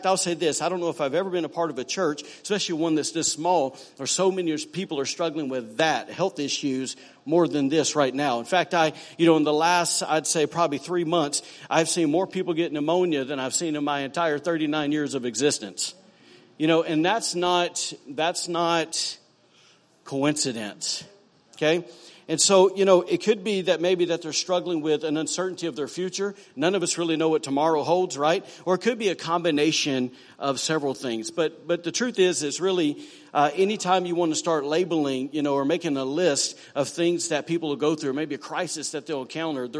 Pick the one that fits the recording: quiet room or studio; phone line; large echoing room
large echoing room